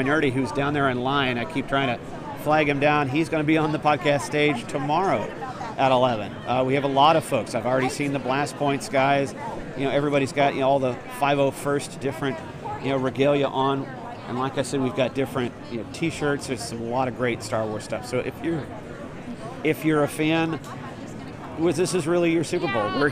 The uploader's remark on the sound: Some early audio from Anaheim as Star Wars Celebration is set to begin.